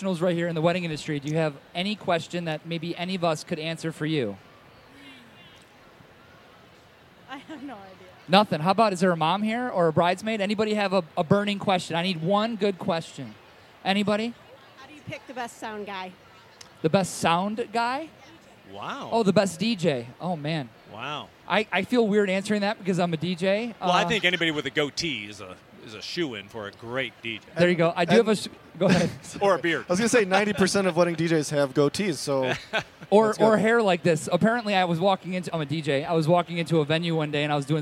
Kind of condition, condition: setting, busy venue